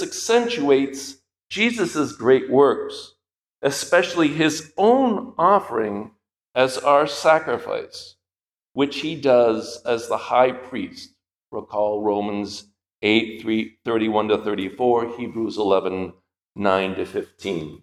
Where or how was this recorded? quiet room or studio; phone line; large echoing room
large echoing room